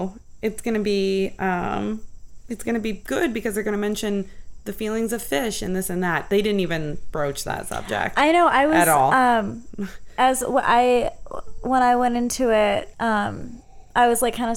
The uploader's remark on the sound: The real live neighborhood crickets in the background.